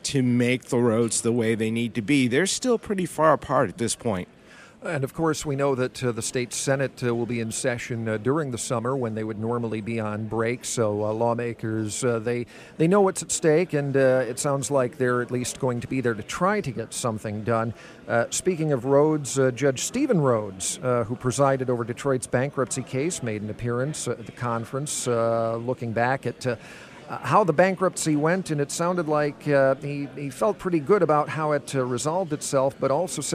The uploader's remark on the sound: Live from Mackinac.